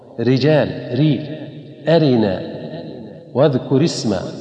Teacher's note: فترقق في ثلاث حالات: إذا كانت مكسورة مثل رجال، وأرنا مناسكنا، واذكر اسم ربك. فالراء هنا ترقق مطلقا، ما دامت مكسورة فهي مرققة